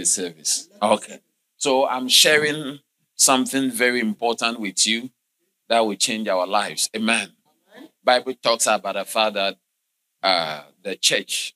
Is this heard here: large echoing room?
yes